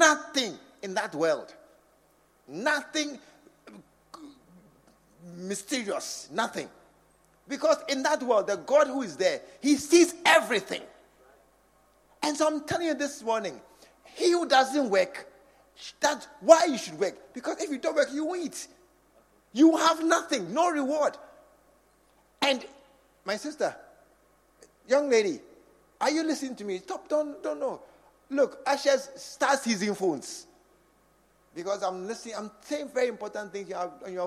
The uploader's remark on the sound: Preached at the True Vine Cathedral